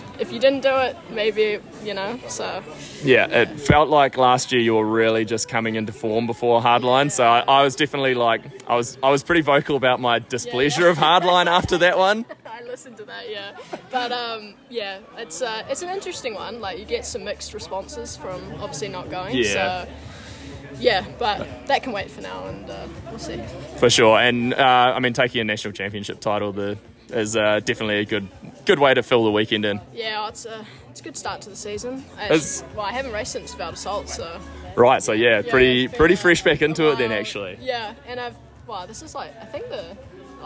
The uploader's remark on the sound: NZ National Champs post race interviews